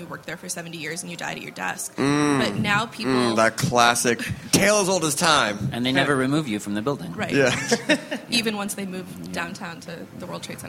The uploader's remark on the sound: We bring you another panel from the South By Southwest festival: "Modern Food Reporting."